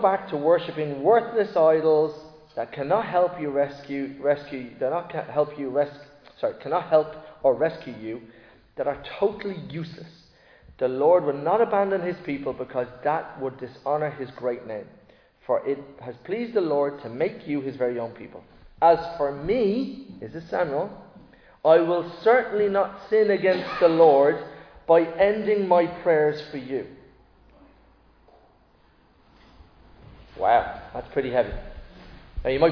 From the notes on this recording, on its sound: Recorded live in Liberty Church on 28 January 2024